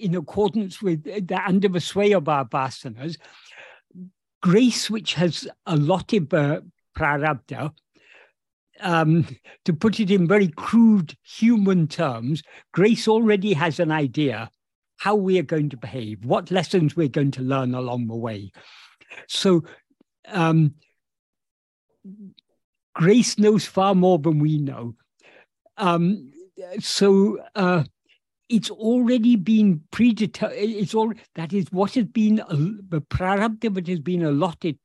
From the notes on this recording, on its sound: In a Zoom meeting